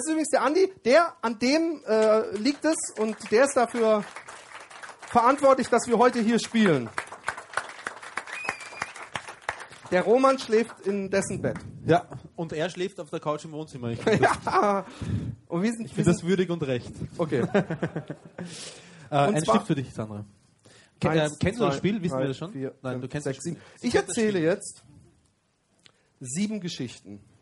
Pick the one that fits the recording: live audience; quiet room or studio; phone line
live audience